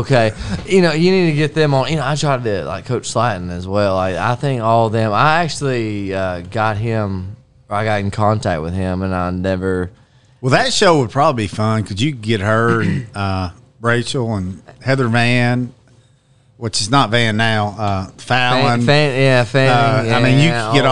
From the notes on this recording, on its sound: We're live at Barrel House BBQ